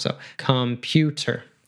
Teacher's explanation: we have an O and an E that both become a schwa sound